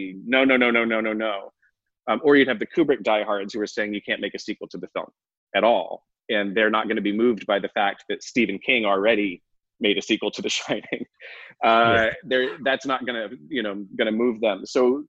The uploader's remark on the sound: Virtual and Live from the 2020 FANTASIA Film Festival earlier this year.